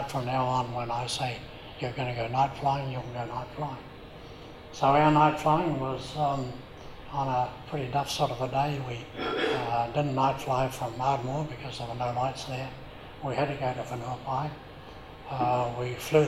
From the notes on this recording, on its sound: live at the Wings Over New Zealand Forum Meet